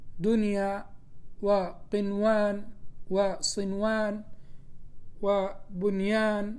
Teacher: إذا جاءت النون الساكنة أو التنوين قبل أحد حروف كلمة ينمو في كلمة واحدة فلا تدغم، بل يجب إظهارها · Term: الإظهار المطلق